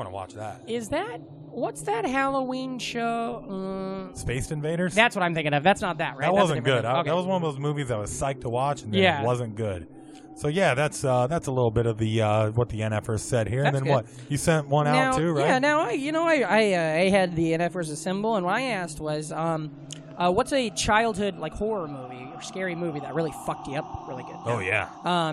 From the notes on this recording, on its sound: We also recorded the whole episode in a cemetery by a spooky house.